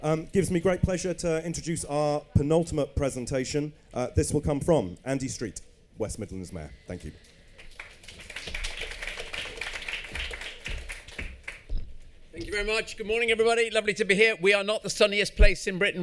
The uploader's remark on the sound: In this live recording that took place in the EG Pavilion. Recorded live at MIPIM on Tuesday 14 March.